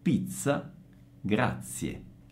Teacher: dal punto di vista fonetico non c'è praticamente differenza tra la Z doppia, pizza, e la Z semplice di grazie · Term: Z sorda